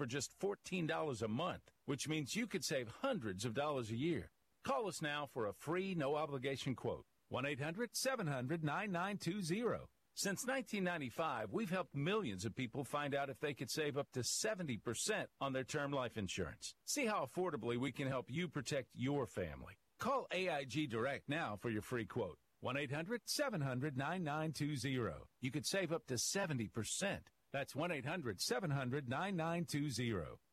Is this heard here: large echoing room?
no